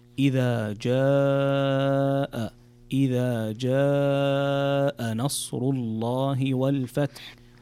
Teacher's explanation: في الآية الأولى في قوله تعالى إذا جاء نصر الله، هنا عندنا مد متصل ويسمى المد الواجب ومقداره 4 حركات، فتمده مدا طويلا فتقرأ إذا جاء، إذا جاء نصر الله والفتح.